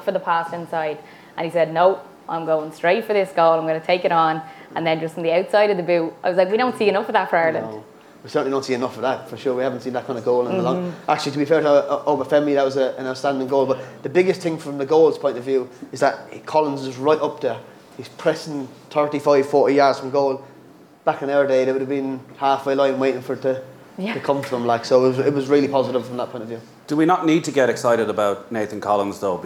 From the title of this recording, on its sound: live in Galway